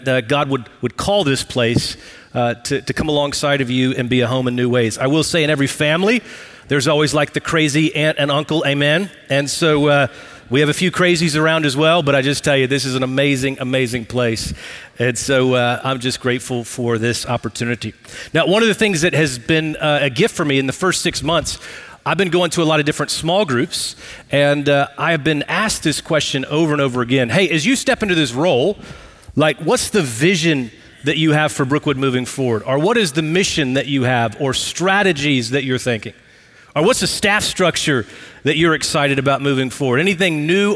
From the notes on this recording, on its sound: Recorded live at Brookwood Church.